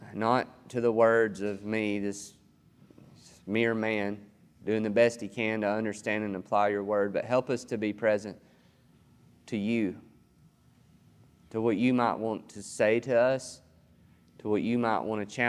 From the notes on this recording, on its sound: This sermon was recorded on July 18th, 2021 at Matthew's Table Church in Cleveland, TN